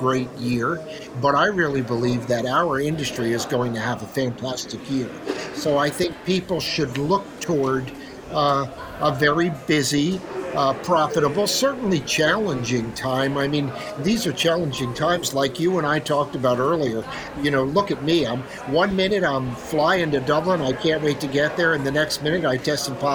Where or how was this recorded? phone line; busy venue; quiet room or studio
busy venue